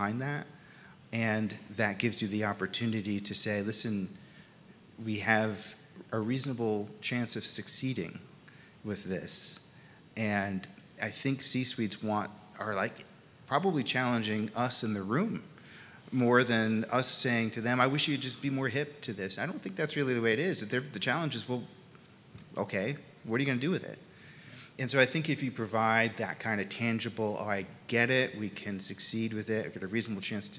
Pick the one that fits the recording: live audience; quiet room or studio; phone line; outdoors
live audience